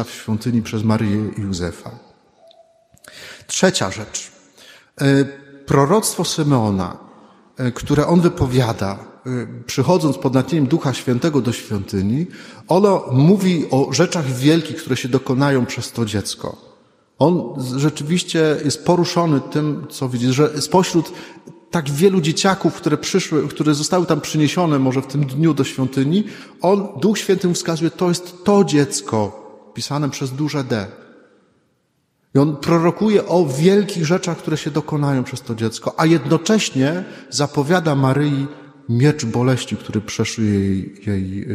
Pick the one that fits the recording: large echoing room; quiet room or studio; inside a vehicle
large echoing room